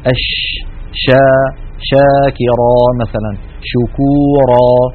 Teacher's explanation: فالتفشي هو انتشار صوت الشين من مخرجه حتى يصطدم بالصفحة الداخلية للأسنان العليا